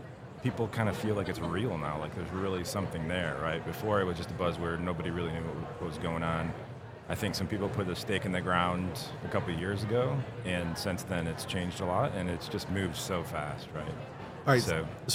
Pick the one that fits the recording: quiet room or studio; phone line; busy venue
busy venue